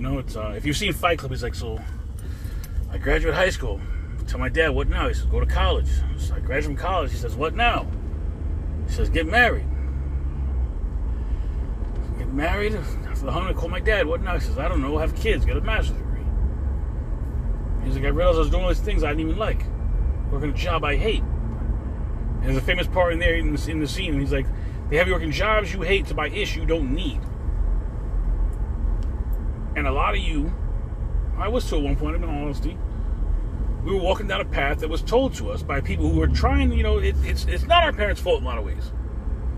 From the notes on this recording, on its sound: In this CarCast